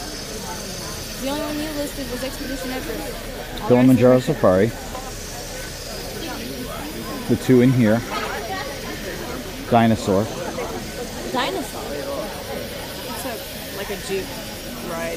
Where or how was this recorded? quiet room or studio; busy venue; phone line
busy venue